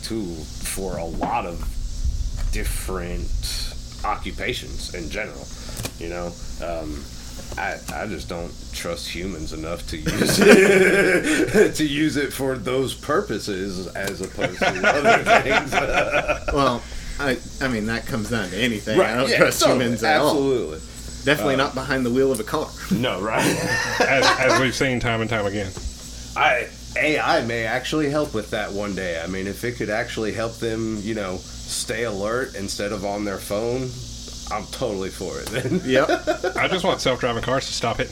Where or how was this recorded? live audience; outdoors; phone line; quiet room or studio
outdoors